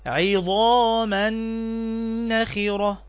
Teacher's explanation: تنوين جاء بعده حرف النون، والنون من حروف كلمة ينمو، وهي تعني الإضغام بغنة، الإضغام بغنة، فتنطق هكذا عظاما نخرة.